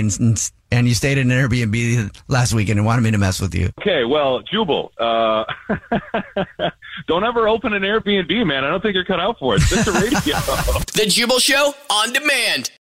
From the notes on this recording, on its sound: phone prank style